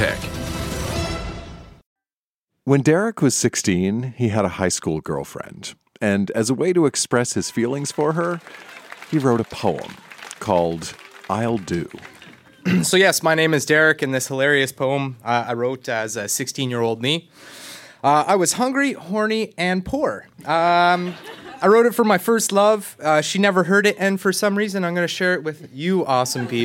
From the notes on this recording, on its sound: Recorded live at Yuk Yuk's in Ottawa.